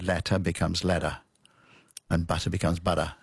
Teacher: It's not a really, it's not a full D, it's a sort of a weak, your tongue bounces off your alveolar ridge · Term: flapping